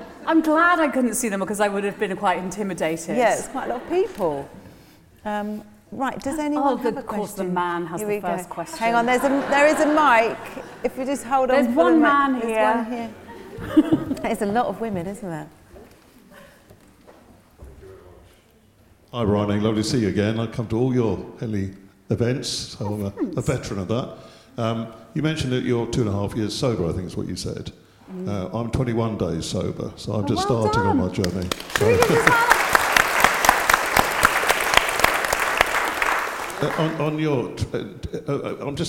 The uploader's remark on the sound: With a live audience at Henley Literary Festival.